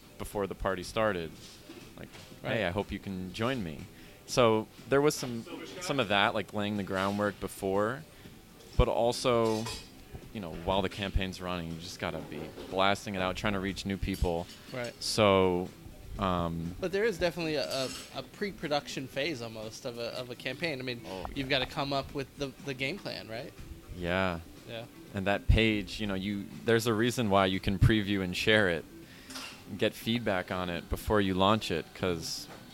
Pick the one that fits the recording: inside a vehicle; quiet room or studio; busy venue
busy venue